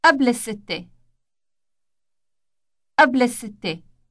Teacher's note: Note the elongated S sound.